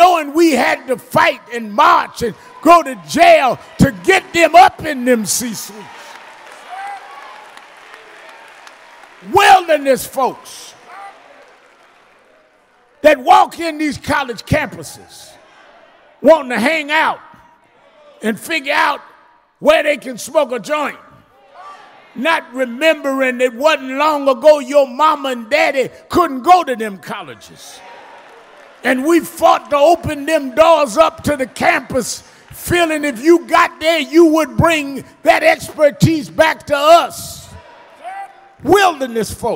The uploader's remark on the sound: special guest preacher at Lilly Grove Missionary Baptist Church in Houston, TX